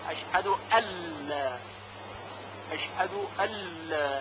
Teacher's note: اگر دقت کرده باشید دو تا کلمه هست، اشهد ان لا، نون و حرف لام در لا که به این صورت خوانده میشه اشهد ال، اشهد ال. یعنی حرف نون ساکن در کلمه ان ادغام میشه در لام از کلمه لا